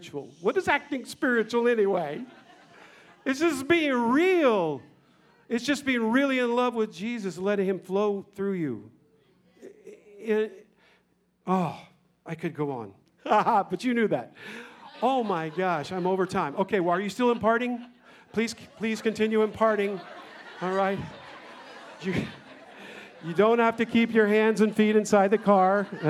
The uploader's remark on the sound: 2019 Presence Conference Session 3